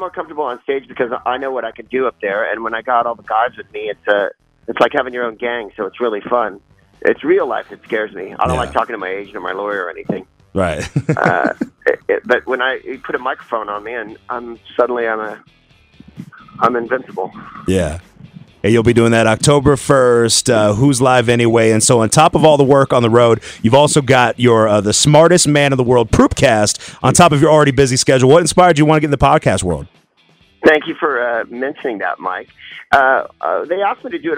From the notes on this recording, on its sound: called in to Comedy 1031